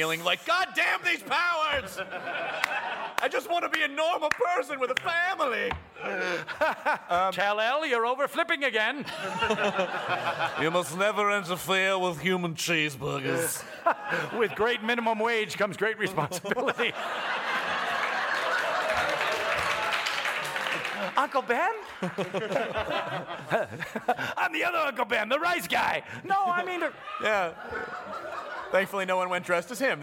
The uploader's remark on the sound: This podcast was recorded at Largo in front of many wonderful nerds